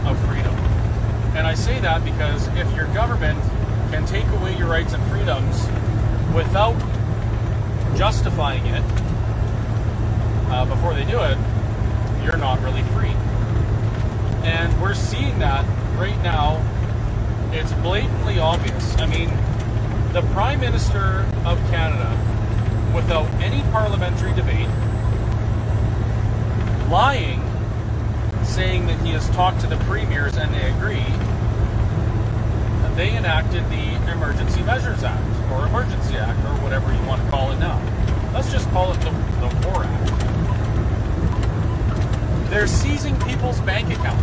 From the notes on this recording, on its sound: There’s a press conference in Ottawa. One of our reporters on the streets of Ottawa while we continue driving back to Alberta. We meet some convoy supporters in Manitoba and Saskatchewan.